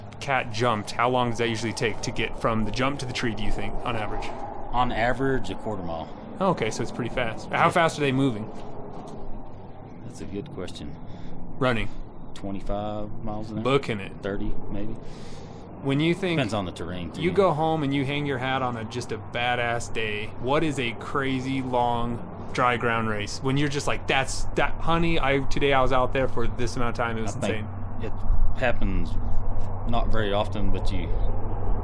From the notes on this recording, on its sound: All Mixed Up is once again on the road! Head to Kirtland, NM to correspond LIVE at Horses, Hounds, and Mules.